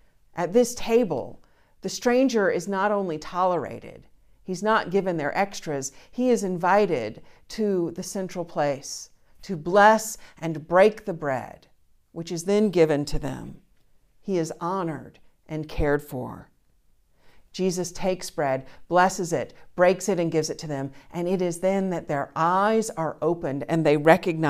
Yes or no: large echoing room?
yes